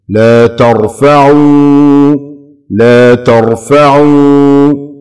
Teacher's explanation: لما جاءت التاء مفتوحة والراء ساكنة في كلمة ترفعوا فخمت الراء